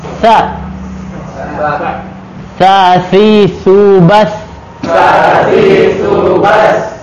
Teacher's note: Kalau lidah nempel ke gigi bagian atas, gigi seri atas, itu sa.